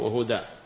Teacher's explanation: فلا تنطق بالألف إلا عند الوقف وهدى، أما عند الوصل وهدى فليس هناك ألف ينطق بها.